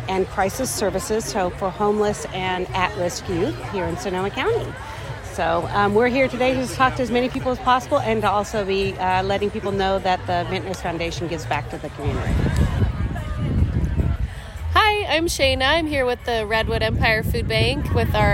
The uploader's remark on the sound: On Saturday, June 24, Sonoma County Vintners held this year’s edition of Taste of Sonoma at the Kendall-Jackson Estate. We collected comments from several people including guests, exhibitors and representatives of local charities, for this 5-minute audio report from the event.